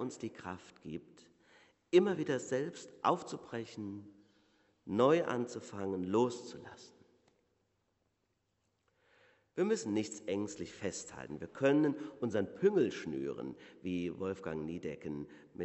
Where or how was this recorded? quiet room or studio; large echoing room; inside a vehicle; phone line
large echoing room